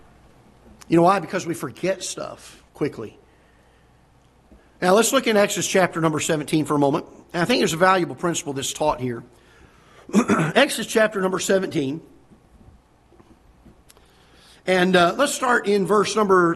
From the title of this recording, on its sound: Ketha Heights Baptist Church ~ Live Broadcast